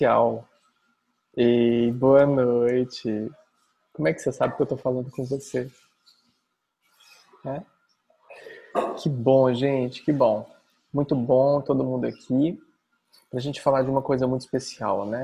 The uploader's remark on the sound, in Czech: Online viz Zoom.